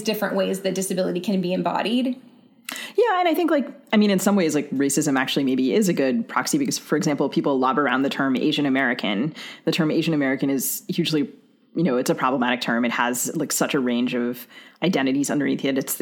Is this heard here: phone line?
no